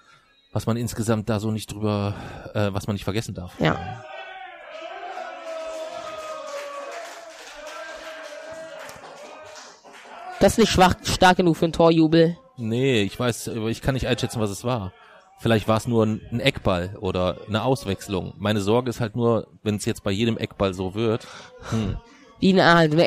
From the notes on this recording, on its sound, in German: Im Hintergrund unserer Aufnahme sitzen 50 Russen und schauen Spanien gegen Russland anlässlich der WM 2018. Eine neue Folge aus dem Urlaub heraus.